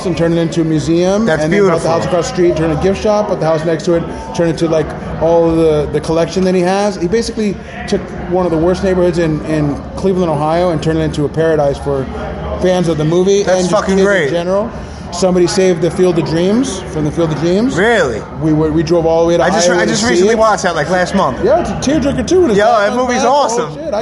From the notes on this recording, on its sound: Live from Philly. At The Voltage Lounge in Philadelphia.